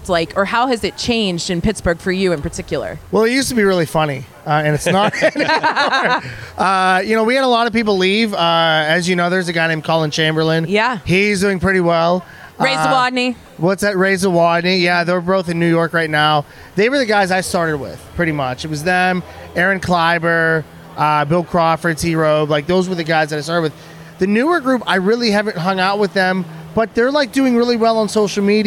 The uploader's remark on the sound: Set up some borrowed chairs on a sidewalk near the Convention Center, some microphones a camera and tripod and, boom, there ya have a podcast! Of course with weird looks from everyone passing by.